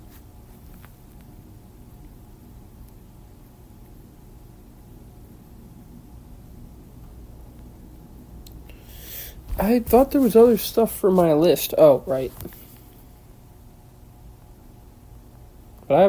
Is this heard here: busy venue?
no